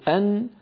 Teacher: من حرف اللام، يعني لما يقول الواحد منا ثم يقول أن، فالمنطقة التي يقرعها عند النون أنزل قليلا من المنطقة التي عند اللام